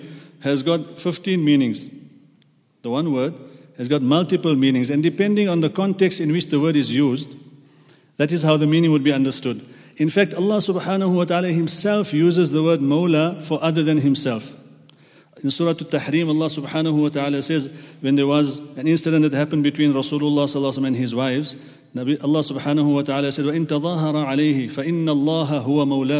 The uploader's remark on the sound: at the Houghton Masjid (West Street)